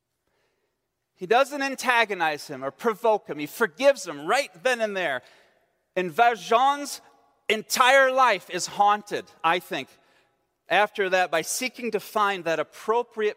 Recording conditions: large echoing room